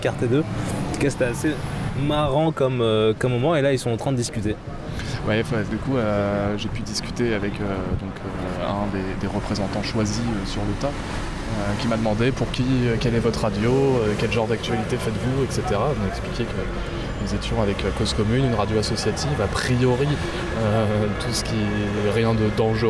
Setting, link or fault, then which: setting, outdoors